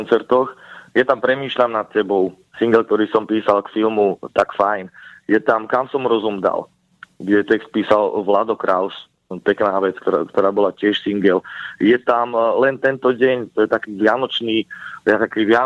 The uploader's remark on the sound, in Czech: telefonický rozhovor